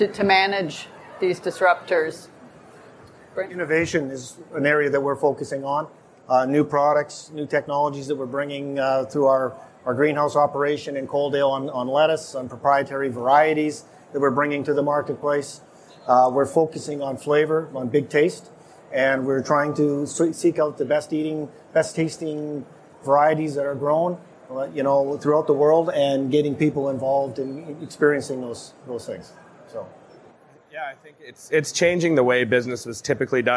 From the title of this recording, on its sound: LIVE! From the CPMA Trade Show Floor